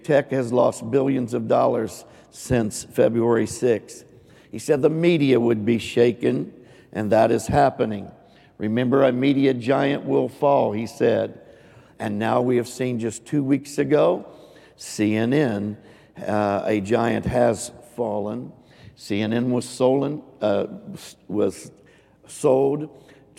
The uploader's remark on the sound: Recorded live on 3/27/22.